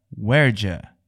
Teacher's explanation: a junção do where, que significa onde ou aonde, com a pergunta do passado, did you? Ou seja, where did you? Essa redução vai ficar werja.